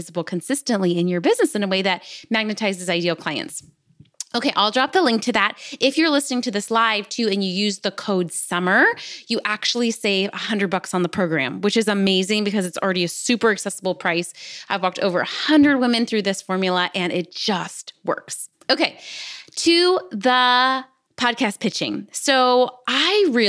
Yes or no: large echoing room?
no